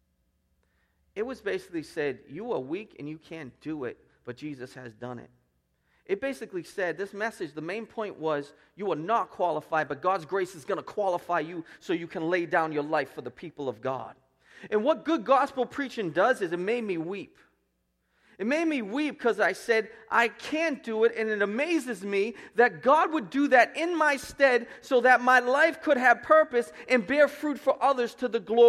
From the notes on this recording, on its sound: Preached at Restoration Road Church on June 4, 2017.